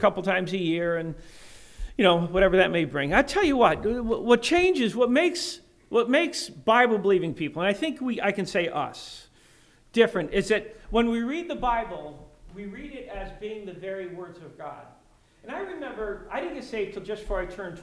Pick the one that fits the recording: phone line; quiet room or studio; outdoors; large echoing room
large echoing room